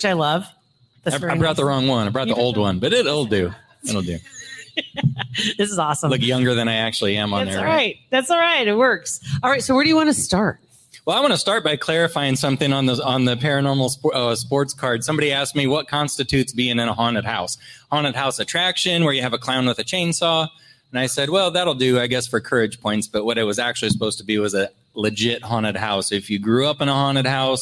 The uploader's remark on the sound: LIVE podcast recording at Hurrdat Sports Bar